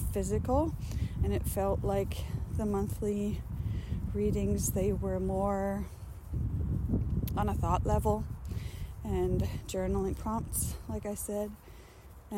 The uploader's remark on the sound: This recording was very spontaneous again, unfortunately, therefore without my mic, recorded directly into the phone. The autumn wind had some fun in it as well, sharing its own message relentlessly. I tried reducing it, because I‘m really sound sensitive and struggled a bit with it. I couldn‘t get it out without making it sound like I‘m in an empty factory building.